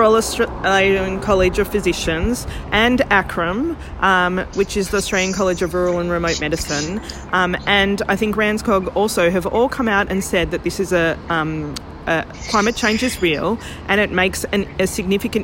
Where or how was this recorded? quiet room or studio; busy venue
busy venue